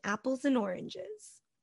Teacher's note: We have the word and, but when we reduce it and we use it in our regular sentences, it becomes en.